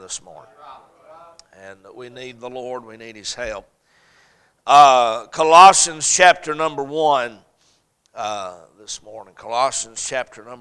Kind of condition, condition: setting, large echoing room